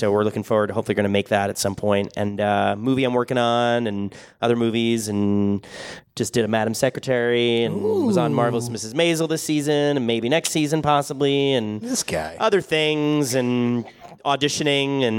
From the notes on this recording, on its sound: LIVE from Pensacon Comic Convention 2018. The guys report back from sunny Florida and the 2018 Pensacon Comic Convention.